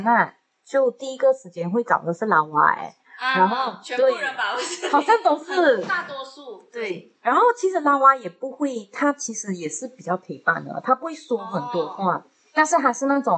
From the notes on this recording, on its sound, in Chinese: 因爲這次錄音的環境和以往不同，所以音質略差。